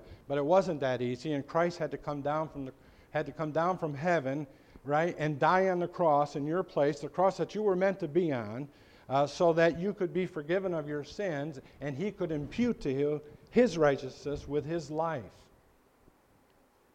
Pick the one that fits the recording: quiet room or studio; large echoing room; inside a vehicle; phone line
large echoing room